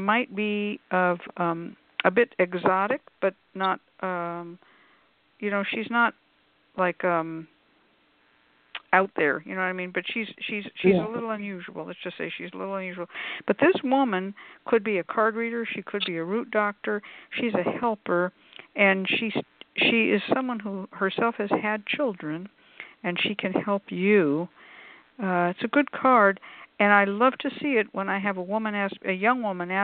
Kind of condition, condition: link, phone line